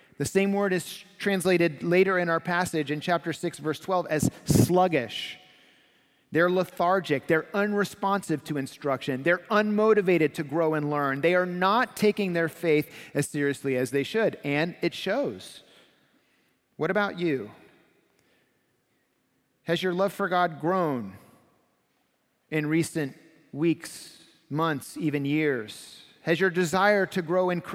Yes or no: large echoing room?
yes